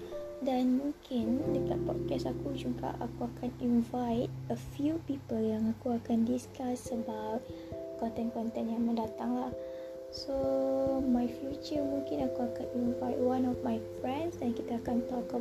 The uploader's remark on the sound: Sorry for the noise